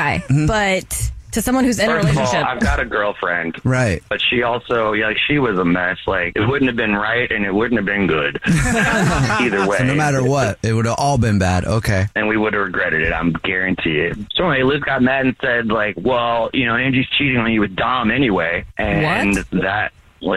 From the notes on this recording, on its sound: is on the phone today